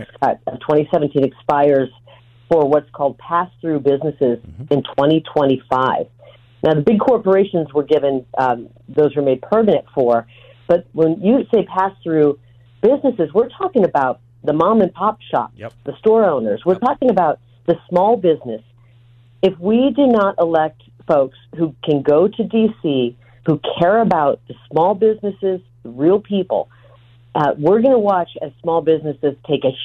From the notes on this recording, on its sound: joins the show by phone